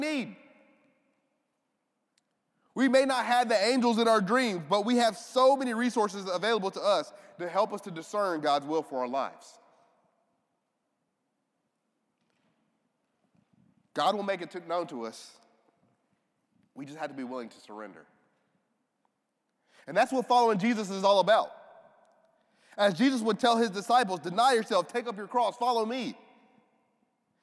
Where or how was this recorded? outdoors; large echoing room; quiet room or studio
large echoing room